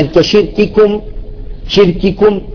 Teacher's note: انتبه على الشدة في الكاف، لماذا؟ مخافة إجراء الصوت فتصير رخوة